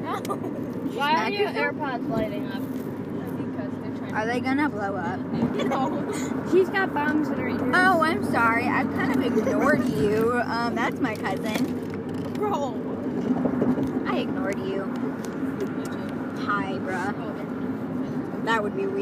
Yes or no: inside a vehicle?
yes